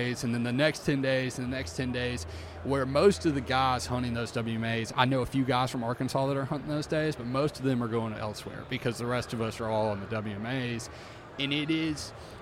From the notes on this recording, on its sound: we are on location at the Delta Waterfowl Expo in Little Rock